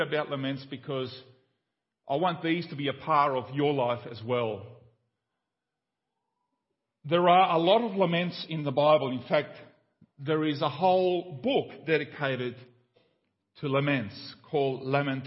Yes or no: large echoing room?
yes